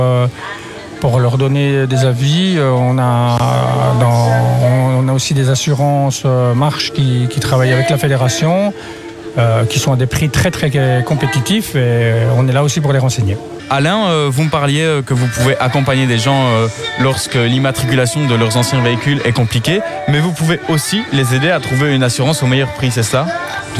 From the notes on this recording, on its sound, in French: À l'occasion de l'édition 2023 de la Vintage Cars & Bikes à Steinfort, Pep's Radio y était en direct.